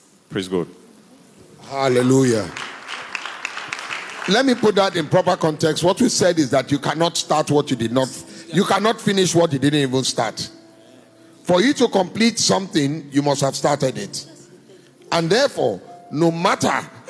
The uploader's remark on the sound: Recorded Live at our Warfare Wednesday service.